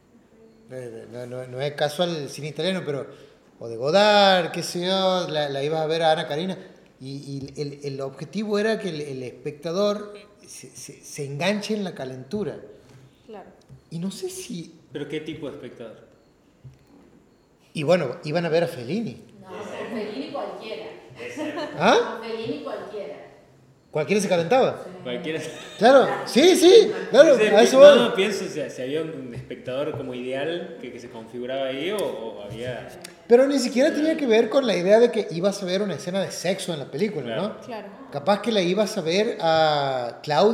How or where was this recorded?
live audience